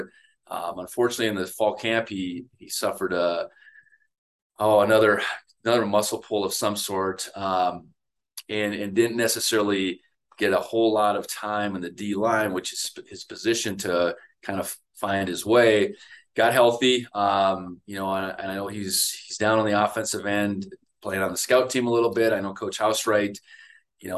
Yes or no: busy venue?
no